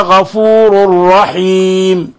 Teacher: تنوين ضم جاء بعد حرف الراء، الحكم التجويدي إضغام بغير غنة